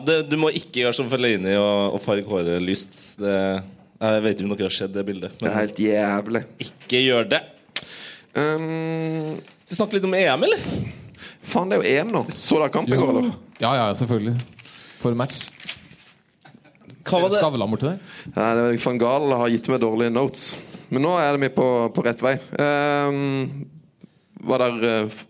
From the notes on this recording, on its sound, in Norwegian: live fra Pokalen i Oslo